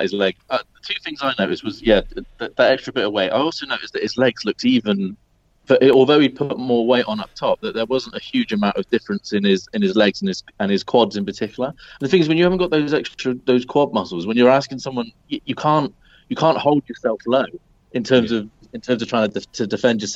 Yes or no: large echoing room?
no